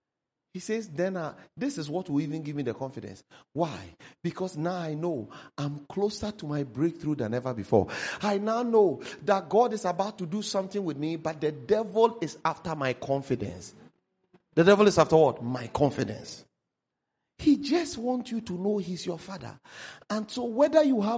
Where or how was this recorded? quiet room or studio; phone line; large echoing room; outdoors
large echoing room